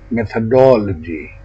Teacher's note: Say methodology with secondary stressed bet vowel and follow with the first vowel of about, primary stressed box vowel, the first vowel again of about, and finish with bit vowel.